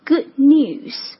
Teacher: good 这个尾音这个 D 的音不把它发出来，但是留出发音位 · Term: 略读